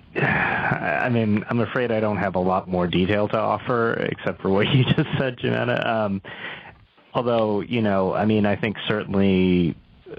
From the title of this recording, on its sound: Full Conference Call